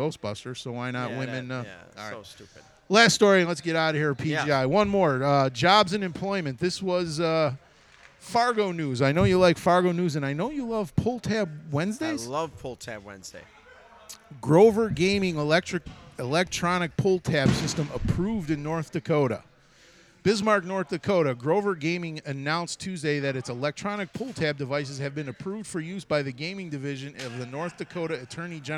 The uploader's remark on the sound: recorded in Mason City Iowa while the guys were participating in the Pyrotechnics Guild International’s “Thunder and Fire” at the North Iowa Events Center